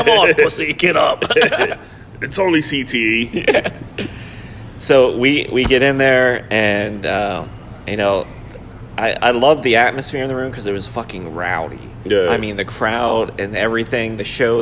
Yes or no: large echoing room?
no